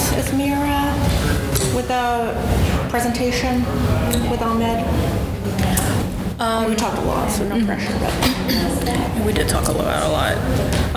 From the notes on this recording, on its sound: Live from the 2019 TRIO Fall Conference